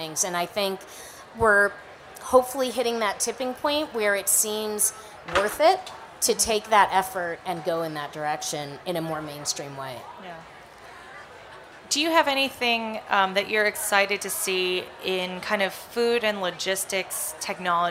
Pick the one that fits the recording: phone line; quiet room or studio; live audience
live audience